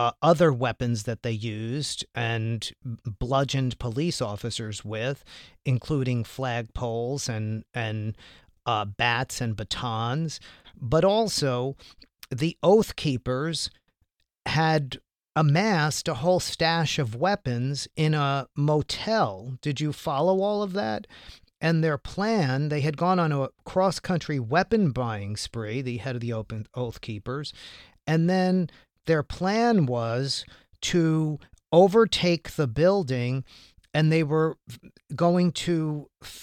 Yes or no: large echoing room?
no